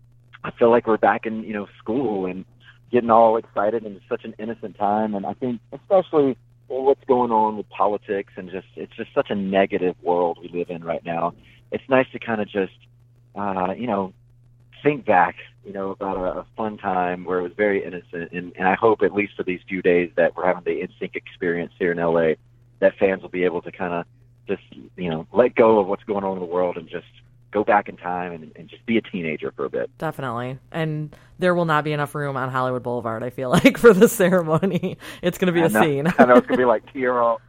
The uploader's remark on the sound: We hopped on the phone